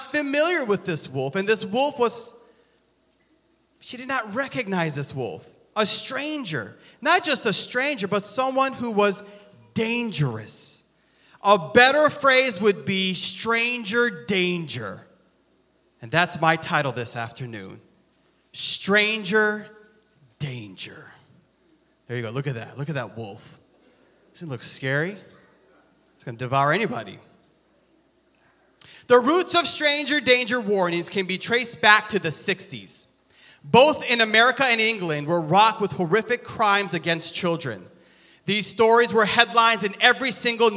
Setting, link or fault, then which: setting, large echoing room